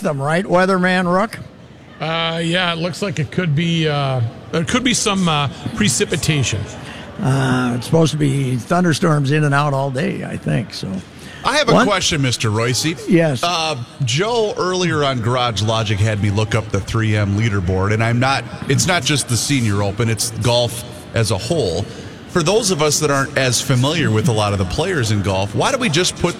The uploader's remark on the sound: LIVE from the last 3M Championship